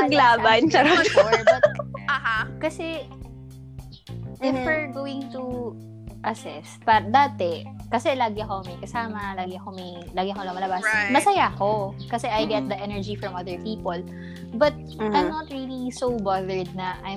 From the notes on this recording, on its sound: We've encountered some technical difficulty.